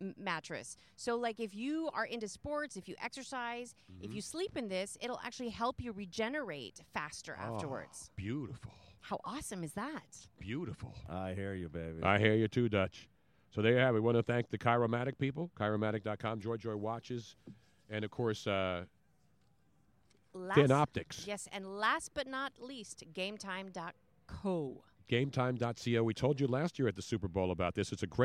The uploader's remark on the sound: LIVE from SuperBowl 51 Radio Row